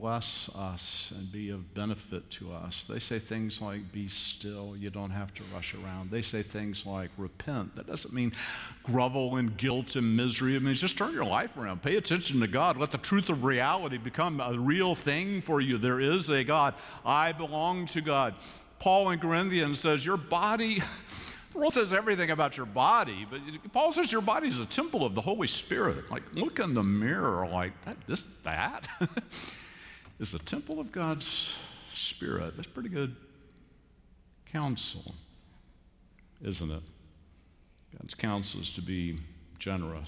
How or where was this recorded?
large echoing room